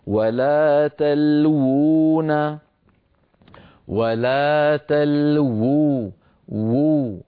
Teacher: الواو الأولى مضمومة والثانية مدية